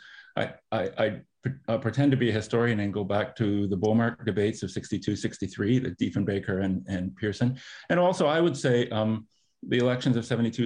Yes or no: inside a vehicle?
no